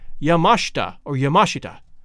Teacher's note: with the accent on the second syllable, mash